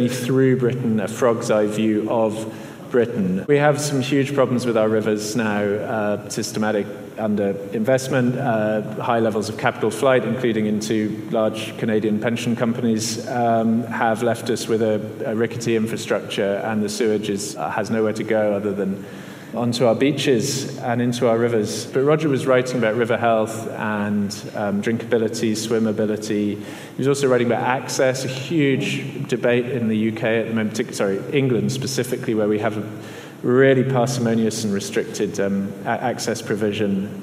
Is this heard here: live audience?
yes